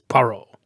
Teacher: But he doesn't say Hercule Poirot, he says Poirot. He pronounces it in a way that puts the emphasis on the first syllable in a way which French names don't